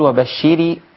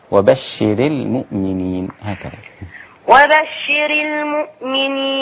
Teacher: وبشر المؤمنين لما أقول وبشري وأزيد في حركة الراء المكسورة هيبقى كأن الخطاب للمؤنث وبشري المؤمنين، لكن لو قلت وبشري هكسر الراء لكن مش هخليها ياء بعدها · Shown in: second take